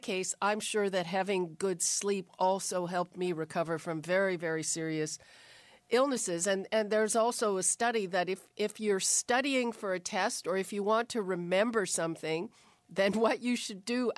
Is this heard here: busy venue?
no